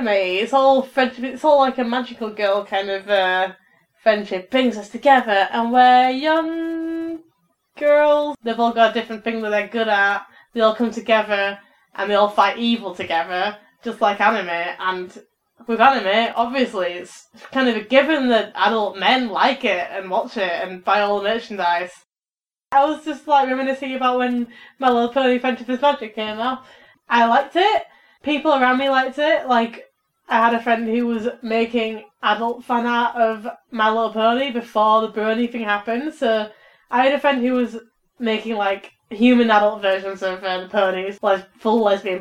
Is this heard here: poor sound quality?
yes